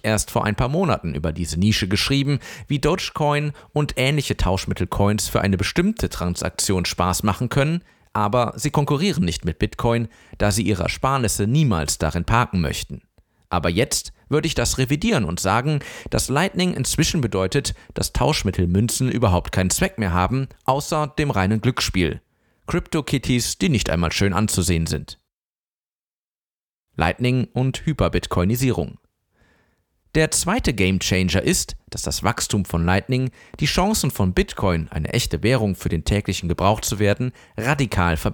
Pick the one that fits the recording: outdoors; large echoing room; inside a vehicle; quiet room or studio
quiet room or studio